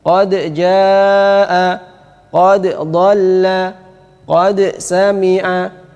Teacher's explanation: ini semua dalnya dibaca dengan izhar, artinya ada qalqalahnya